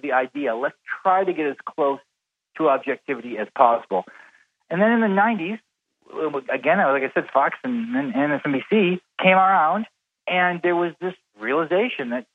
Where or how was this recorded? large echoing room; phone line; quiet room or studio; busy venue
phone line